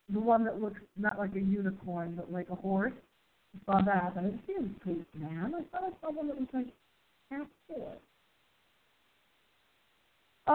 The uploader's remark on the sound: we do a test show to test our phone audio quality